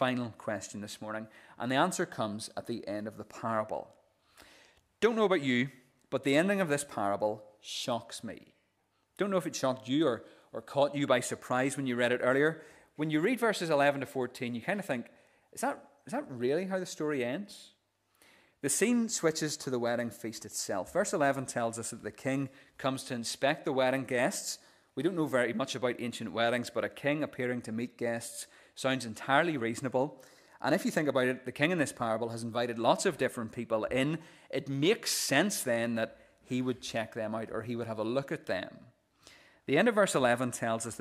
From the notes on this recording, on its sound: This is the recording of the Bible reading and sermon from our morning service on Sunday 25th June 2023.